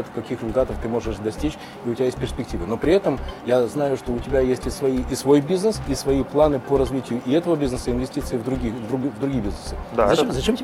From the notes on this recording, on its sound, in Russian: Первая запись подкаста "Берись и Делай" в витрине книжной сети "Буквоед" в центре города.